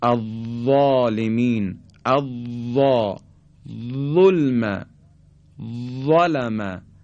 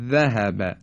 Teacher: حرف وا به جهت اینکه سطح زبان ما به طرف کام بالا نزدیک میشه و پرحجم تلفظ میشه، از ذال پرحجم تره. میگیم الظالمین، ظلم، ظلم، اما حرف ذال نازکتر ادا میشه به این شکل ذهب.